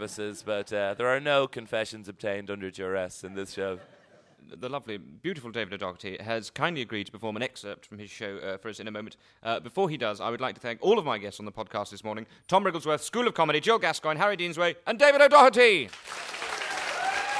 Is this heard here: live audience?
yes